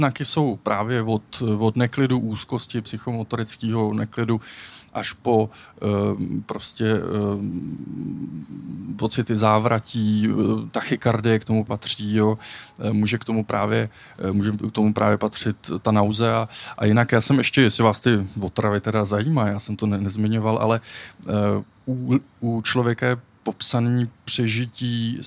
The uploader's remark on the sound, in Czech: Science Café venku. Akce probíhá pod záštitou Městské části Praha 2.